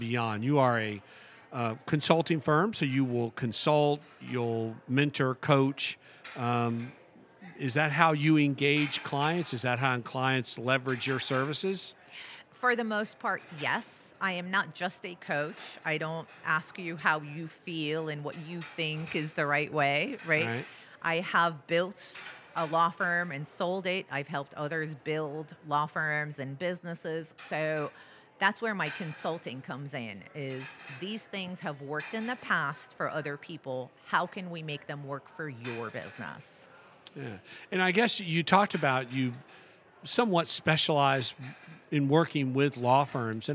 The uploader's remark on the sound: Recorded at this year’s annual JMI Small Business Leadership Conference hosted at Loews Sapphire Falls Resort. This and the following segments were recorded at this year’s annual JMI Small Business Leadership Conference hosted at Loews Sapphire Falls Resort .